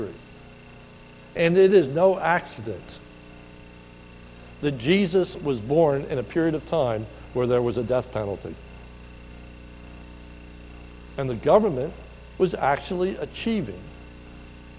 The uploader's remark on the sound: This is a sermon recorded at the Lebanon Bible Fellowship Church in Lebanon BFC in Lebanon, PA on 01/12/2020 during the morning service